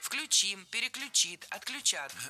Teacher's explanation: в глаголах с корнем ключ. Ударение на этот самый корень никогда не падает.